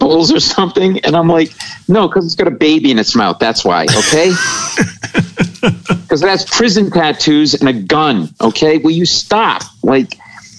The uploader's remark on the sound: somehow, he had a half hour to hop on the phone with us!